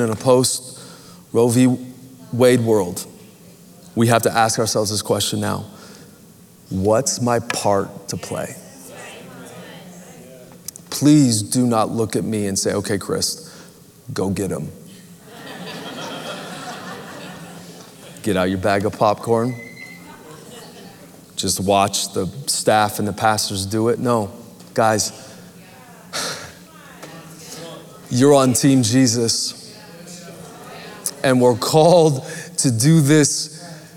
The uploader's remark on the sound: Recorded Live at Capital Church in Meridian, Idaho